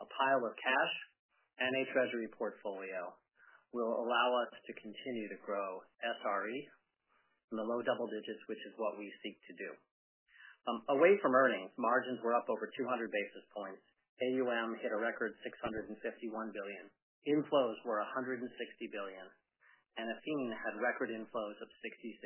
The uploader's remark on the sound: Earnings Conference Call